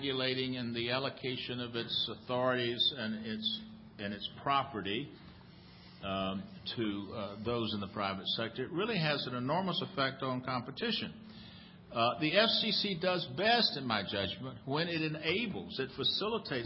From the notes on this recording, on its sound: The Federalist Society's Telecommunications Practice Group presented this panel discussion at the 2007 Annual National Lawyers Convention on November 16, 2007.